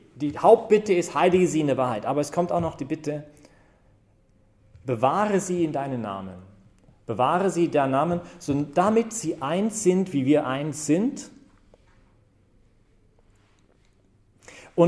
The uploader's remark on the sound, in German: Predigt bei der BeFree Messe am 17-5-2015